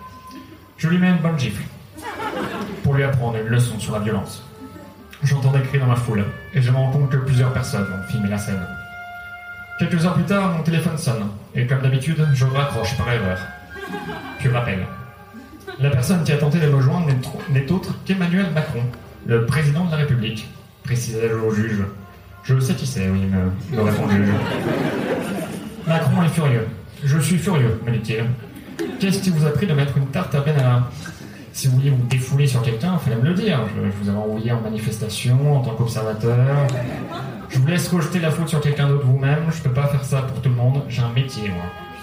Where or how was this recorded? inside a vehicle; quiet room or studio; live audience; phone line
live audience